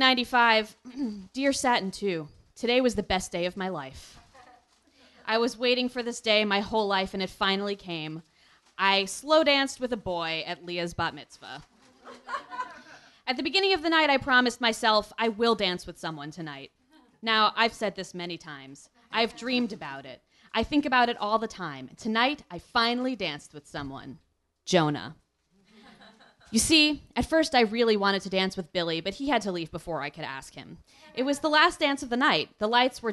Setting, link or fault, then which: setting, live audience